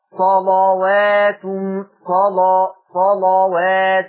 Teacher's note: ورش يغلظ اللام يعني يفخمها، يغلظ اللام بشرط ان اللام تبقى مفتوحة.